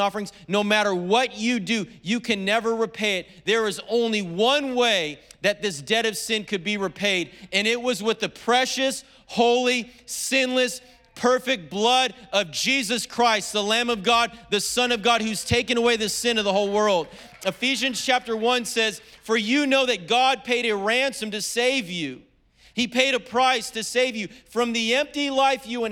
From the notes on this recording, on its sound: was preached on February 27th at the 10AM service.